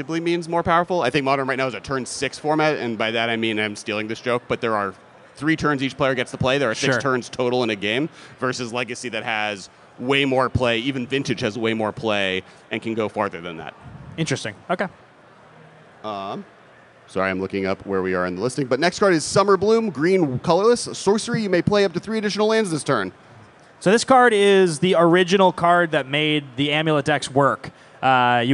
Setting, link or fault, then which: setting, busy venue